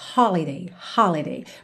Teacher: Lembrando que holiday tem a sílaba tônica na primeira sílaba, holiday, holiday.